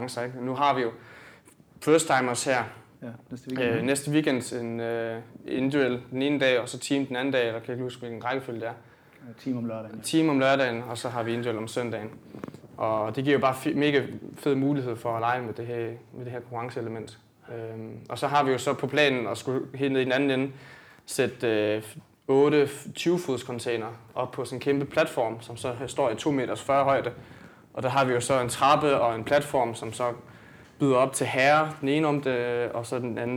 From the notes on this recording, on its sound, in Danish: Episode 43 er optaget under vores tur til Århus i februar og er selvfølgelig optaget i boxen det handler om, nemlig CrossFit Aros